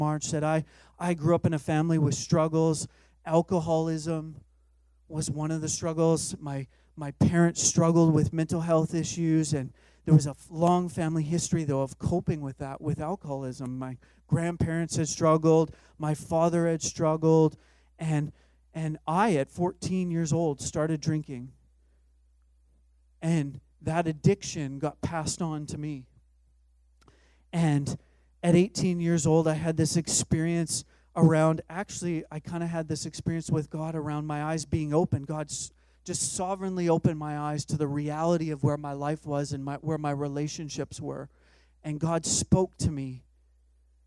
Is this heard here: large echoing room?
yes